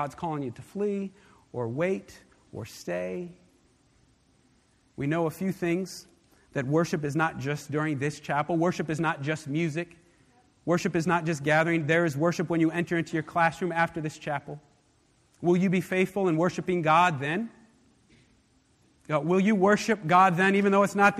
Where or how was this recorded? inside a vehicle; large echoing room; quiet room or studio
large echoing room